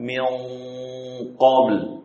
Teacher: ketika kita mengucapkan qaf, maka lisan mizmarnya akan menyempit ke belakang. Inilah yang menyebabkan suara qaf itu menjadi tebal ketika diikhfakan.